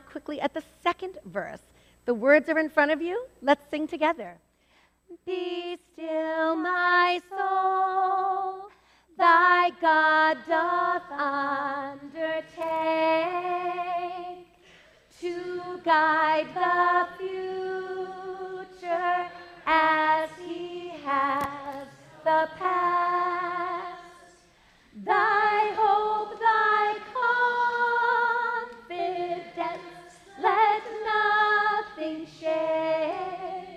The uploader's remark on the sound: This podcast episode was recorded live at First Baptist Church in Reading, Massachusetts.